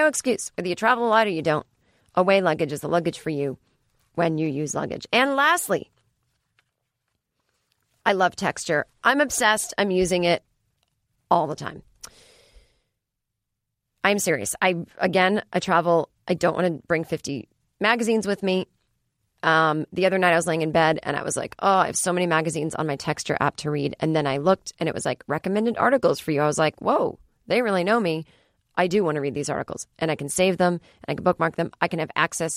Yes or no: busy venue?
no